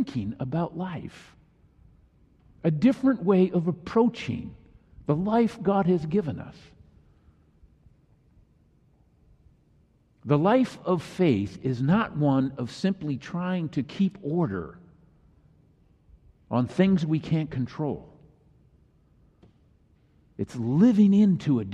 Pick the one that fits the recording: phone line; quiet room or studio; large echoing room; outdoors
large echoing room